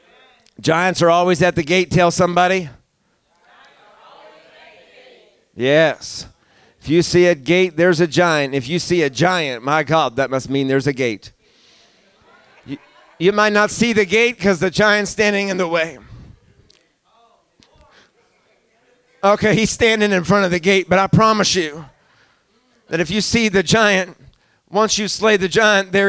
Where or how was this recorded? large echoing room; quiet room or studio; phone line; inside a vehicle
large echoing room